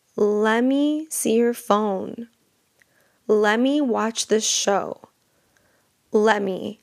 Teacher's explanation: So we're taking let and me, we're gluing them together. We remove that T sound and it becomes lemme